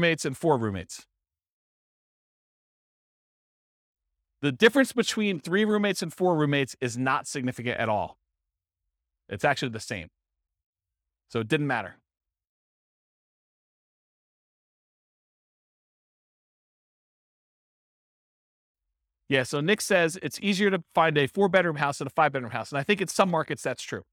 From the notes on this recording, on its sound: This was a live class recorded